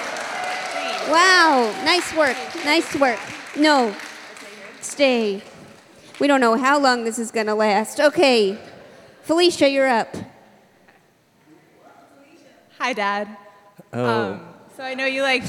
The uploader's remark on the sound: LIVE from Vulture Festival in New York City! Recorded 5/20/18